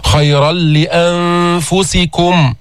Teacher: يعني لام بعد التنوين، يعني بعد النون الساكنة، يعني إدغام كامل